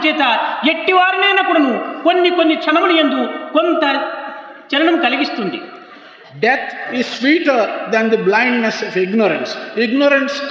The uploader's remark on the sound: During the valedictory function of the 2nd World Conference of Sri Sathya Sai Organisations.